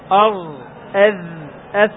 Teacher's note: هي مع ثنايا العليا والسفلى، لكن هو هنا أطلق العليا لأنها أظهر، هي تظهر أرض، تظهر السفلى الآن أرض، تظهر الثنايا العليا فقط، وهي في الحقيقة مع أطراف الثنايا العليا والسفلى، كأنك تعض على اللسان فتجعل أطراف الثنايا العليا والسفلى على طرف اللسان